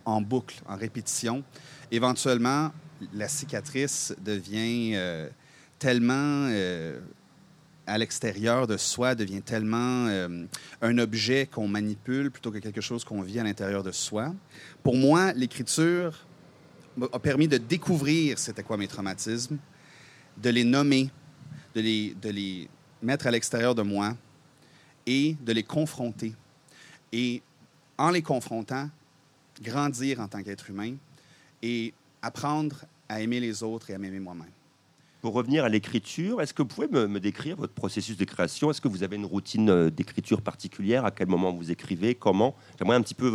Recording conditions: outdoors